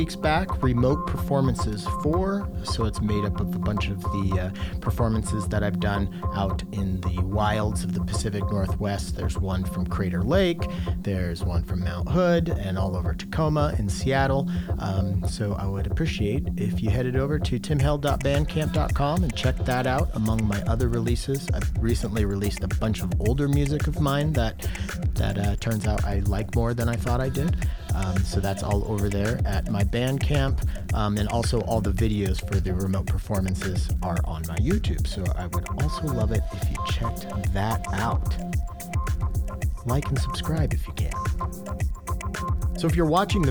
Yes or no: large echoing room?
no